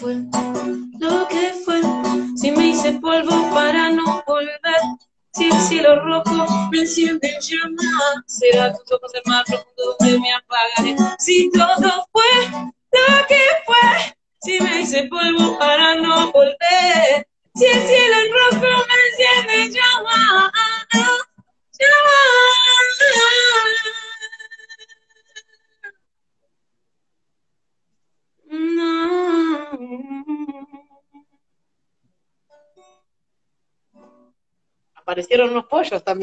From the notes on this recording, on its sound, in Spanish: Audio extraído de IG LIVE